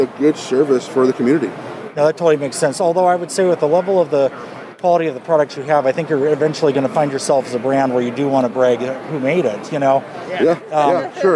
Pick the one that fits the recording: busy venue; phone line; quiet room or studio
busy venue